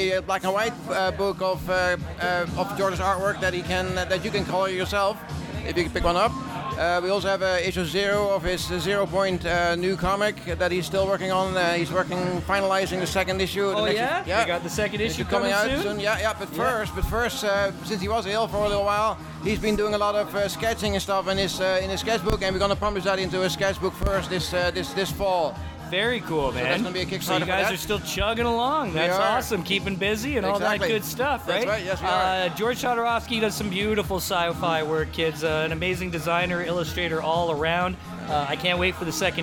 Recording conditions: busy venue